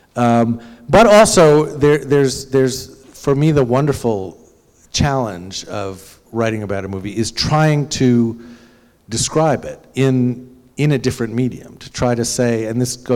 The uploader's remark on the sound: at the annual Word Literary Arts Festival in Blue Hill.